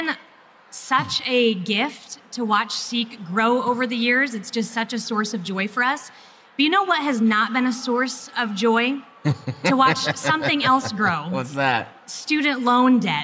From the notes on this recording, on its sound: Recorded LIVE at SEEK 24.